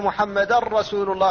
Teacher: فالتنوين هنا هو هذه النون الساكنة أبدلت راء فادغمت الراء في الراء فقيل محمدا رسول الله، فلم يبقى للنون أثر، لم يبقى شيء منها ولا من صفتها التي هي الغنة، أن محمدا رسول الله. · Term: الإدغام الخالص